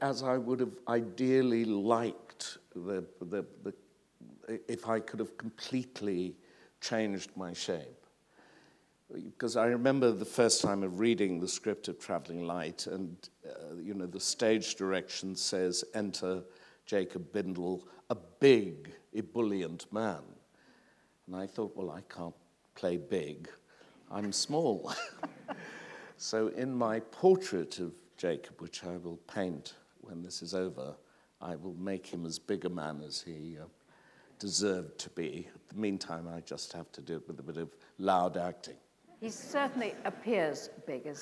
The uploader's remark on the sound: This is a recording of a live Platform event from February 2012.